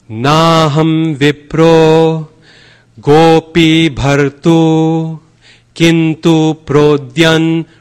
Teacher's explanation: the first four syllables are very long · Term: nice long